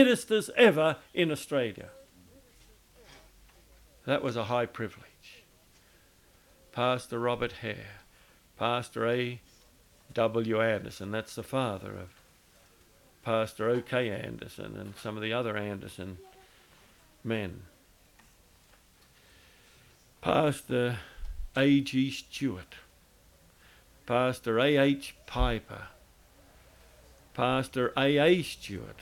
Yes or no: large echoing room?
yes